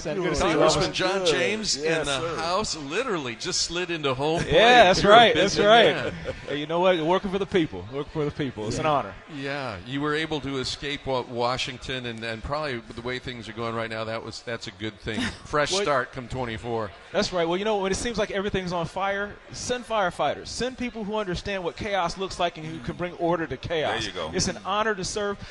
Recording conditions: busy venue